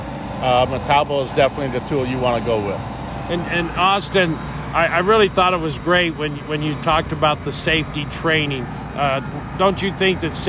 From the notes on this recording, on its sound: Welding Thunder at West-MEC. At WWB Welding Thunder 2021.